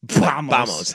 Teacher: V is pronounced with like a B.